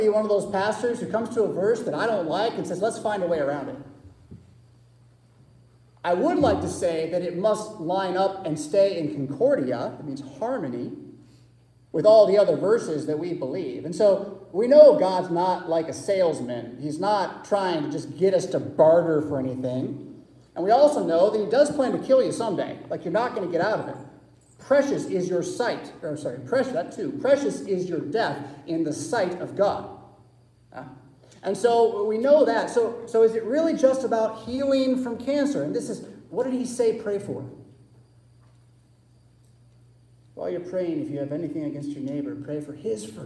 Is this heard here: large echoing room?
yes